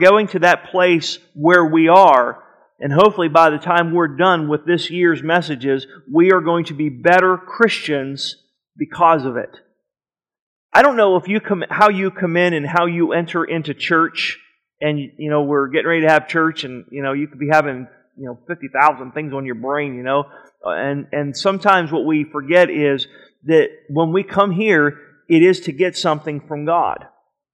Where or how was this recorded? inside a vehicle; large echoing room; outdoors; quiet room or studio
large echoing room